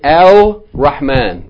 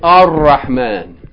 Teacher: if the word begins with a sun letter, you're not going to pronounce the L. · Shown in: second take · You're not going to say Al-Rahman.